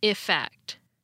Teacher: The words sound the same to a lot of people, but there is actually a small difference in how they're pronounced. The word with an E is pronounced effect, almost like it has an I sound at the beginning.